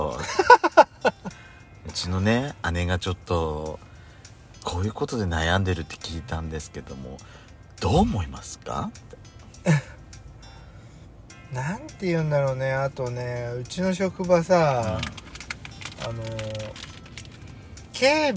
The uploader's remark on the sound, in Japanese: パーキング収録